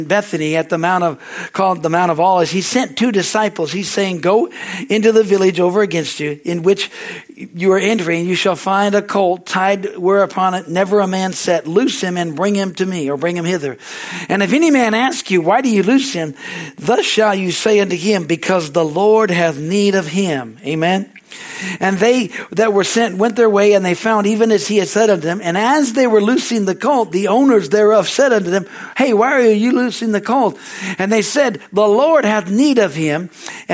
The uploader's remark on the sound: Is from the Sunday service on April 2, 2023 at Harvest Bible Church in Stockton, CA.